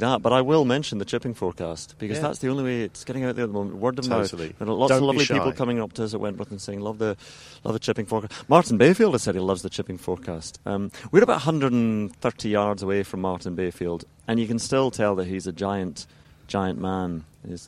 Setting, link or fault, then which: setting, outdoors